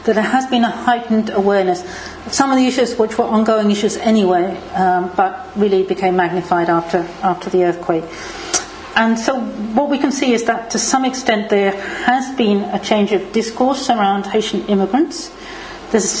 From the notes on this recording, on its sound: This podcast was recorded at the Refugee Studies Centre's seventh Wednesday Public Seminar of Michaelmas Term 2011